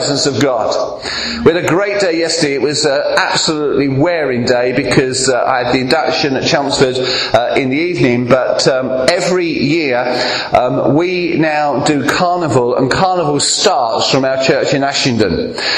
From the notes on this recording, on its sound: preaching at Clacton Elim Church